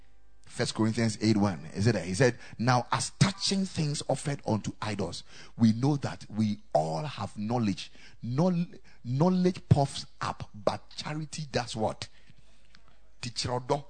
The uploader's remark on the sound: Preached at the Ekklesia Chapel